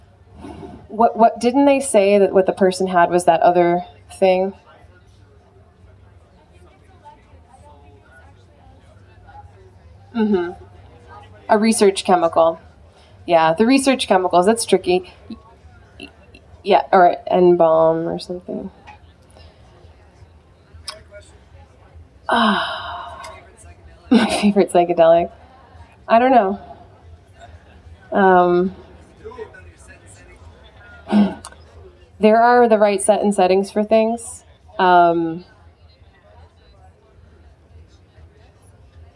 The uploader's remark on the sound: live 2017 talk at the Oregon Eclipse festival